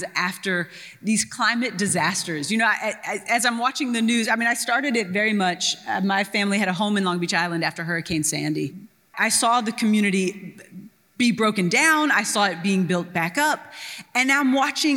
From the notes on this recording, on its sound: We feature a Portland Book Festival event with two prominent young adult novelists whose work appeals to readers of any age.